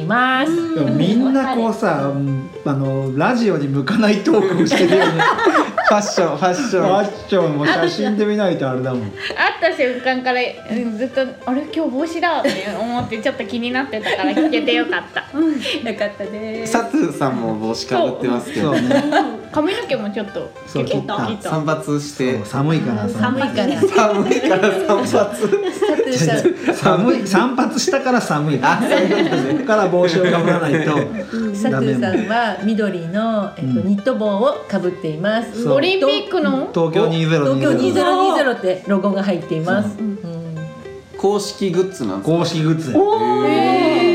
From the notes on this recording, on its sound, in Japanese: 公開収録しています！お客さん元気！